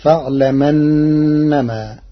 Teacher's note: قرأ ورش كلمتي فاعلم أنما بنقل حركة الهمز إلى الساكن قبله تخفيفا، فتصير فاعلمنما.